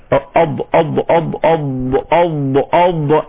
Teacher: ايضا صفة الاستطالة، يعني الامتداد في المخرج، يعني ايه اض اض اض اض اض اض، يعني اندفاع اللساني قليلا الى الامام بعد اصطدامه بمخرج الضاد اض اض، حتى لا يلامس رأس اللساني اصول الثنيتين العوايتين، وذلك تحت تأثير الهواء المضغوط خلف اللسان.